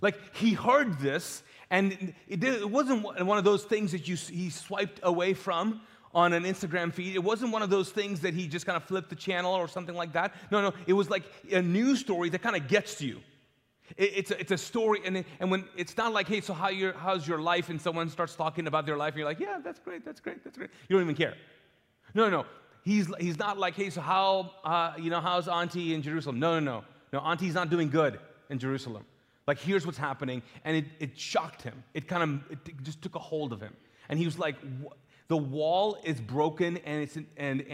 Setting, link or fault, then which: setting, large echoing room